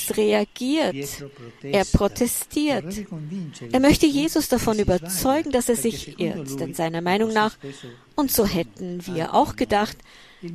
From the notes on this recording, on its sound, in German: Papstmesse in der Steppenarena. Bei der Heiligen Messe in der Steppenarena.